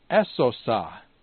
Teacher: the zeta goes down and gets eaten up by the sigma. And this is a sibilant.